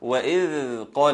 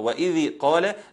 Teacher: أنا عاوز إن الذال يجري فيها الصوت · Shown in: first take